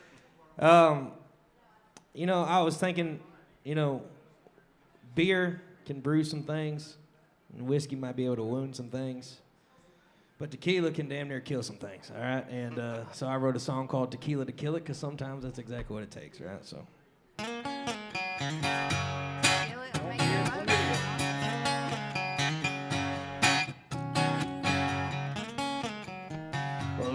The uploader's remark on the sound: Rounds At Live Oak In Nashville